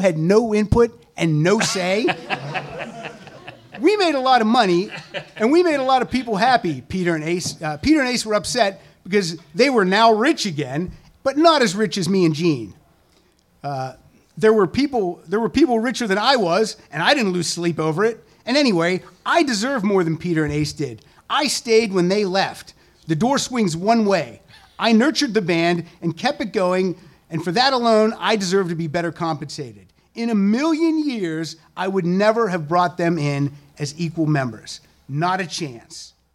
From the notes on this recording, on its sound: This show was recorded in front of a LIVE audience. At the NerdMelt Showroom in Hollywood, CA.